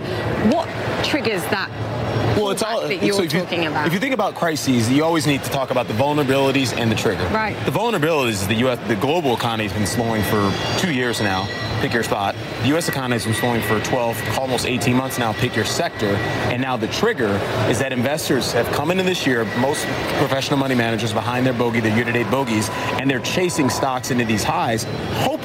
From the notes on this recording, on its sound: live from the New York Stock Exchange